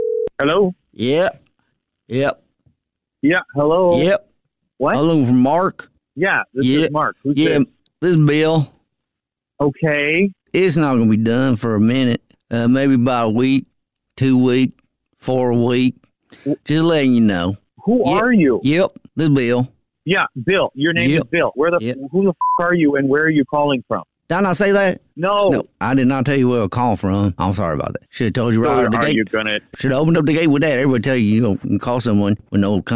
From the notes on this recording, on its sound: phone prank style